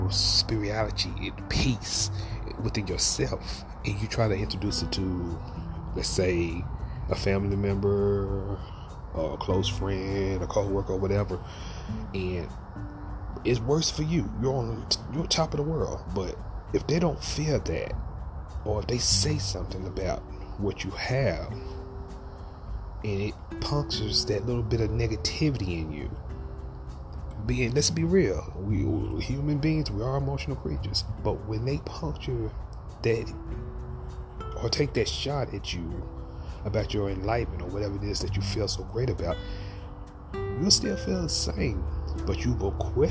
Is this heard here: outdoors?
yes